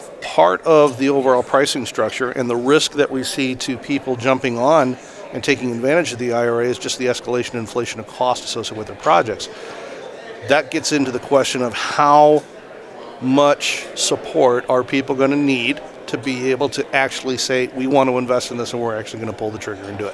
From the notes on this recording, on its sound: Live at AFPM. Live at the AFPM Annual Meeting.